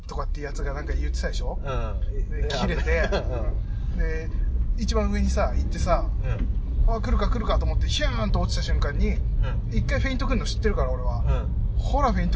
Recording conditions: inside a vehicle